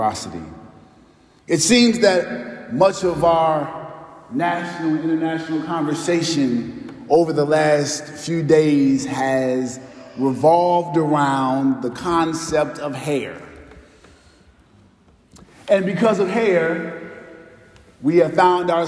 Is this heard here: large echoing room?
yes